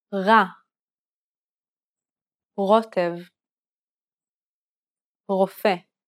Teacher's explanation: Lightly contact the back part of the tongue with the fleshy part which hangs down from the back of the mouth called the uvula. You may have to push the root of the tongue backwards until you feel a slight pressure.